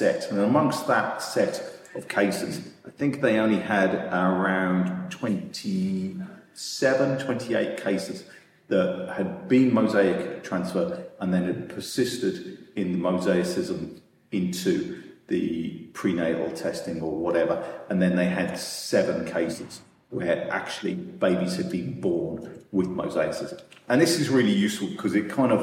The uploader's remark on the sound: Live from PGDIS. Enjoy this episode recorded live from the conference venue!